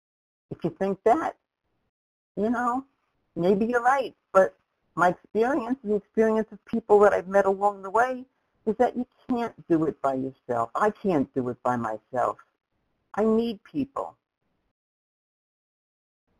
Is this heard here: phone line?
yes